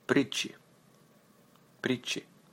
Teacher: Т is almost silent in here. Plus rolling R.